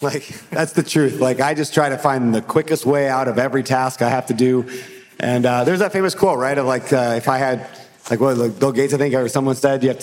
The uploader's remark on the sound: Live Host Panel from NOLA